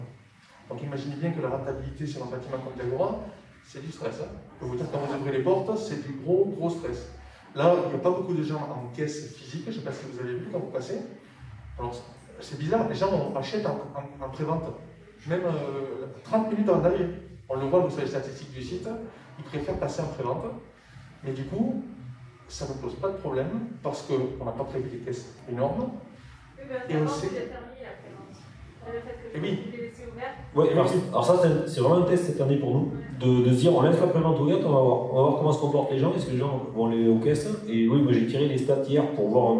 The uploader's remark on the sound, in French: POPCON 2020 : Conférence Calme-toi !